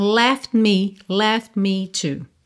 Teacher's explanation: Você precisaria desse milésimo de segundo para soltar a língua do céu da boca, para ter o t, t, t. Você já está fechando o lábio para o me.